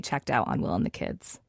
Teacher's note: going down at the end of the sentence · Term: vocal fry